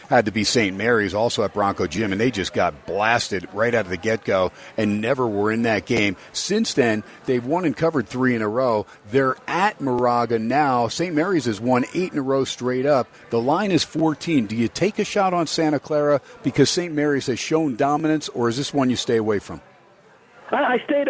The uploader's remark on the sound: "Live" from #SteinersPub #LasVegas. On 101.5 FM K-DAWN & streamed on the #worldwide #Audacy App!